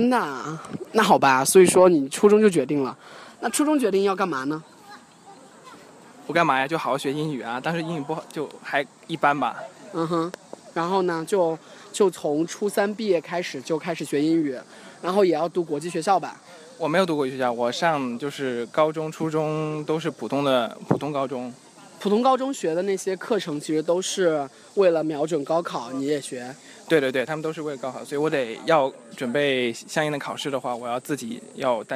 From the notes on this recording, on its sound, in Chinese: 希望在景山公园录制一期节目，于是我们就录制了，于是你会听到很多奇怪的声音，夹杂着大爷大妈的遛弯儿、我们的喘息，以及来自故宫的风声。